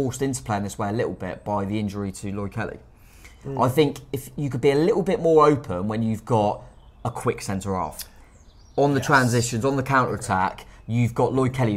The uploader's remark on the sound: Was the man with the microphone as Bournemouth fans reacted outside Dean Court.